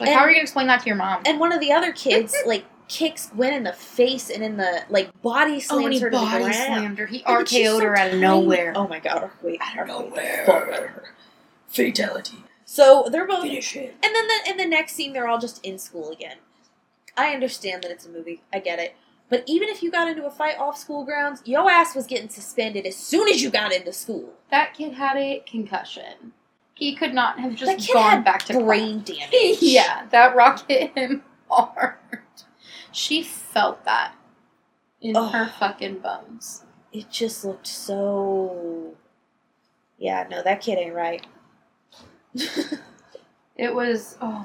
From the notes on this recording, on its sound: This first episode doesn't have the best audio but we'll be upgrading our equipment asap!